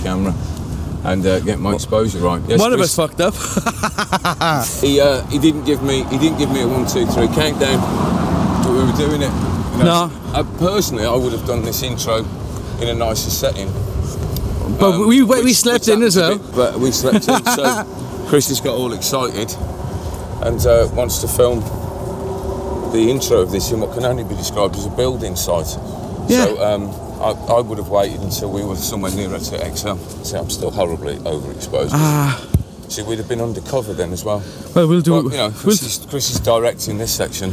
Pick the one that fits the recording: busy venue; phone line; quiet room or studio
busy venue